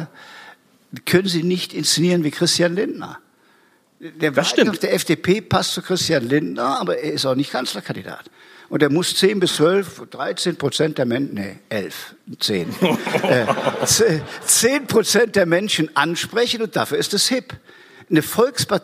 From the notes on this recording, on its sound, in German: Beim EuropaAbend des AGA Unternehmensverbandes. Vor Publikum zu befragen.